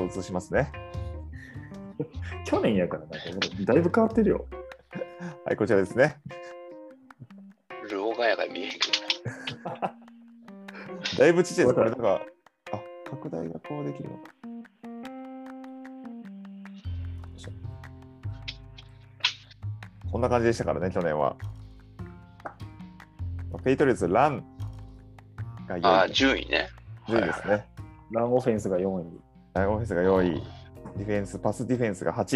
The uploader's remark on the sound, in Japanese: 開幕直前Zoom呑み！久々のZoom呑みの様子を3本に分けてお届け。